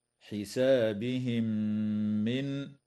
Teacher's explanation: وتدغم الميم الساكنة في الميم مع الغنة